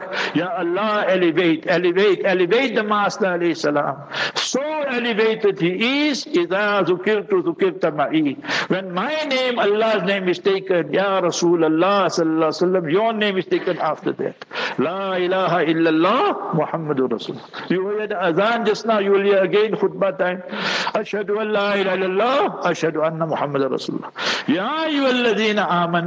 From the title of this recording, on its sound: Jumah Lecture at Rainbow Masjid